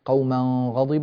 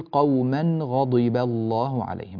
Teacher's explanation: فيعتنى بالإتيان بالنون في التنوين مظهرة واضحة، ولا نحولها إلى إخفاء · Shown in: second take